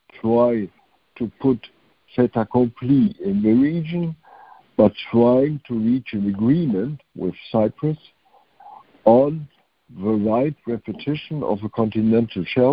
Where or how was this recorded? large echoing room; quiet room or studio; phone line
phone line